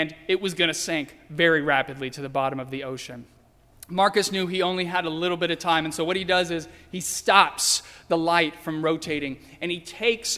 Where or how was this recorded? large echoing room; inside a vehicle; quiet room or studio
large echoing room